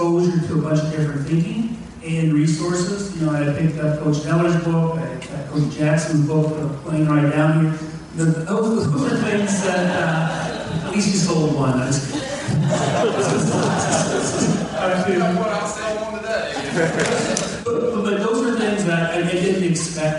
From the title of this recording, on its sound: Audio Recording of IC Panel at July Experience